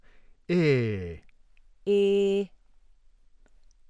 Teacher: Now we turn to the close mid vowels, also termed half close or mid high. Close mid front, unrounded, cardinal 2